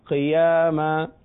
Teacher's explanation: قاف کے نیچے زیر ہے مگر حروف مستعلیہ ہے لہذا پر پڑیں گے